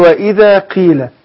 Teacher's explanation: قاف المكسورة تأخذ أدنى درجات التفخيم